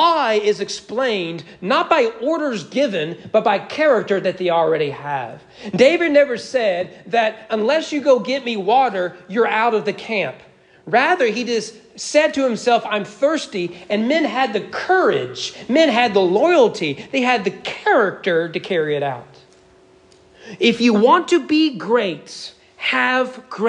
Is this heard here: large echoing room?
yes